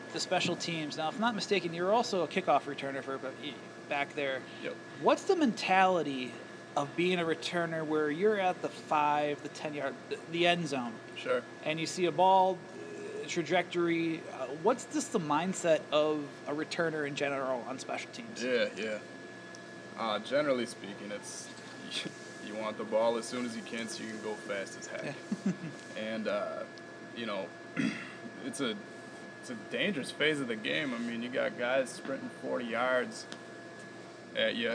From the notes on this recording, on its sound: at the Red Smith Banquet up in Appleton